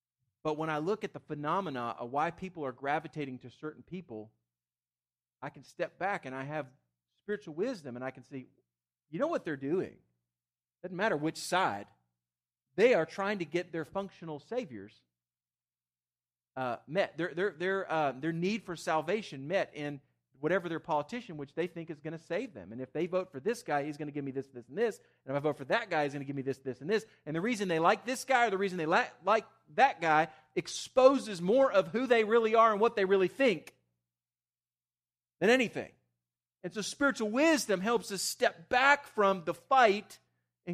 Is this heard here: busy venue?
no